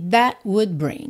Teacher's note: That ficou até meio cortadinho mesmo. That, ok? Nem chegou a ter o T.